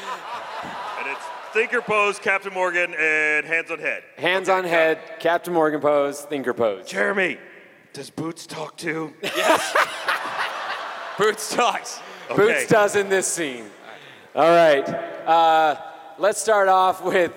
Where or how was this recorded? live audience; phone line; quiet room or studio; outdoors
live audience